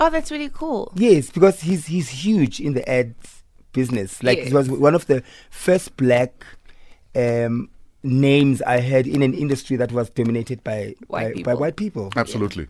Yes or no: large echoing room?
no